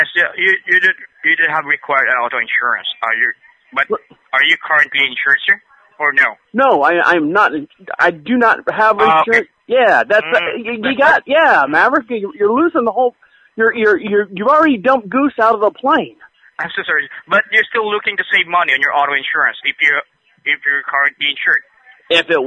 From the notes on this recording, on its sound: Where we take back the conversation from unsolicited phone calls. Every call is 100% real. All comments, names, and information given to the callers are made up in real time as the call is recorded.